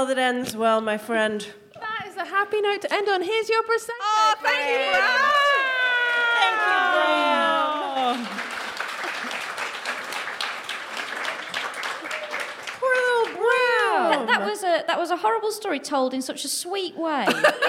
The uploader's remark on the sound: DWSC LIVE. Recorded at the DWSC London residency. We hear from a member of the audience.